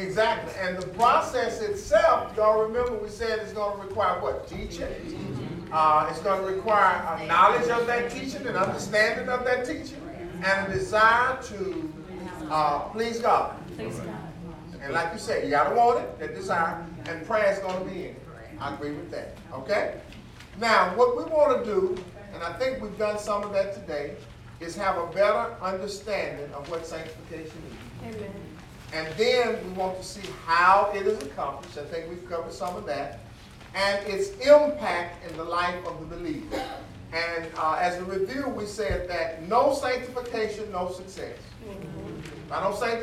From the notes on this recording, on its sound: teaching the lesson live in the sanctuary